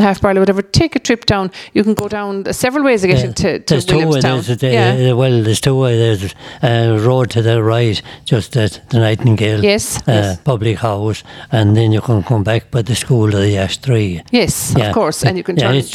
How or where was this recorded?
busy venue